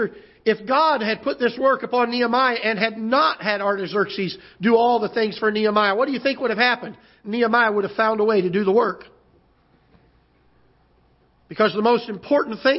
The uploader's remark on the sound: Ketha Heights Baptist Church ~ Live Broadcast